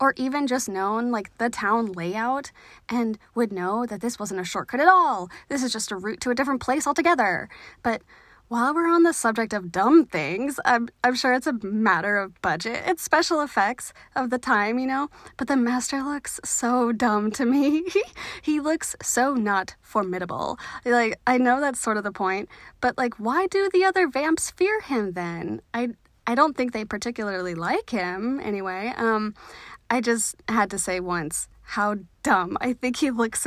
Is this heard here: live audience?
no